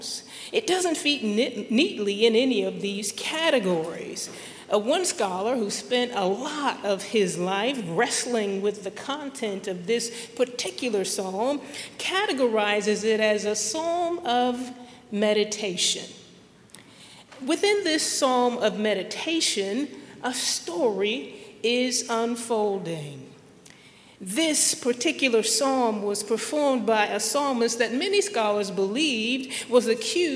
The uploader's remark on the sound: at Highland Baptist Church, Louisville, Kentucky